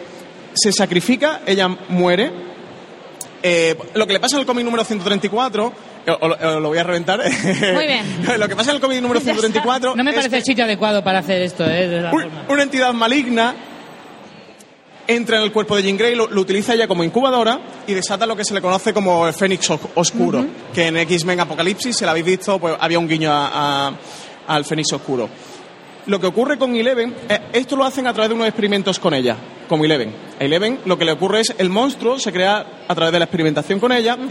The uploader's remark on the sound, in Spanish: En directo desde VGCómic